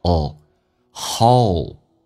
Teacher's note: Hold 指的是拥抱的意思，但是这个单词很难发，首先发双元音 O，先发 A 再发 UO